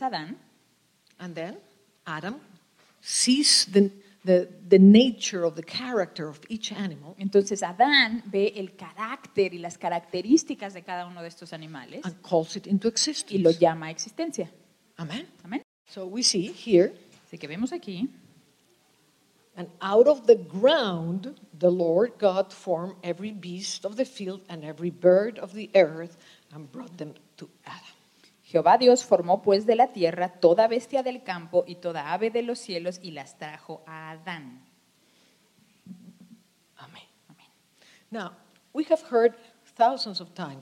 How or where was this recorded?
live audience